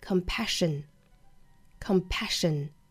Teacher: S 的字母呢把它读成轻辅音的 SH